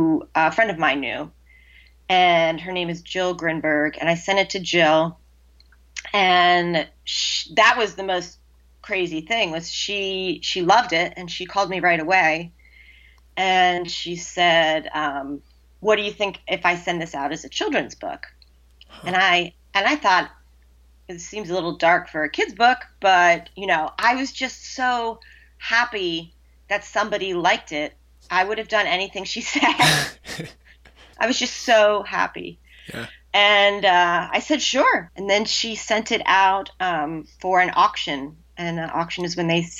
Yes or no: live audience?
no